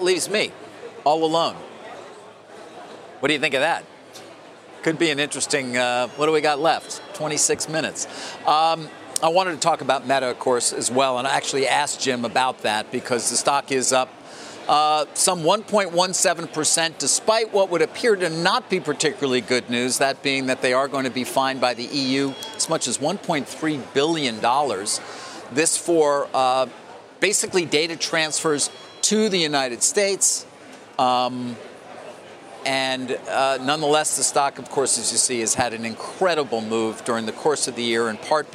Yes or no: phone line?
no